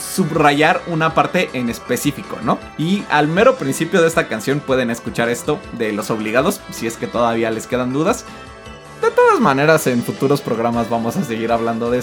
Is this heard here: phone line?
no